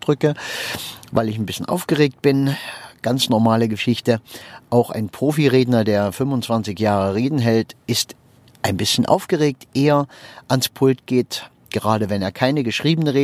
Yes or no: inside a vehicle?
yes